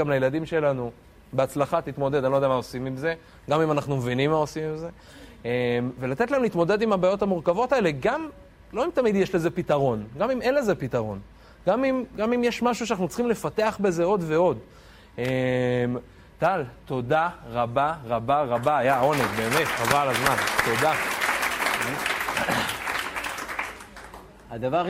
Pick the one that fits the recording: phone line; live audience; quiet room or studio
live audience